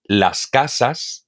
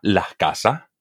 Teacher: cuando una S está en posición final de una sílaba, eh, muchos hispanohablantes aspiramos esta S. · Shown in: second take · Y cuando digo aspirar, me refiero a que dejamos salir el aire, no hacemos el sonido, sino que lo intercambiamos por, lo, sustituimos por ja. · Term: aspiración de la S